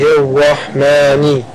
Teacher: لام شمسية مدغمة في الراء المفتوحة